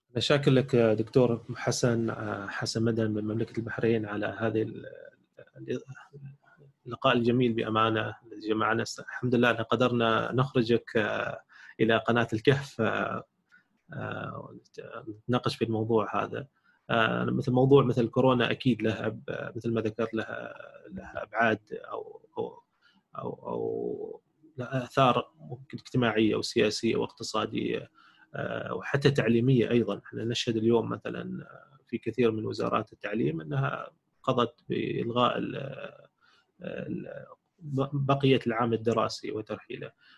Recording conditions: video call